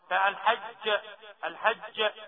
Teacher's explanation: الجيم مقلقلة قلقلة كبرى، الجيم مقلقلة قلقلة كبرى، فالحج الحج وجدنا الصوت راكب محصور ما بيمشيش.